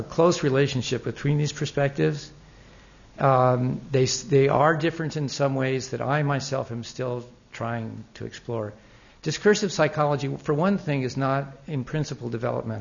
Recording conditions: large echoing room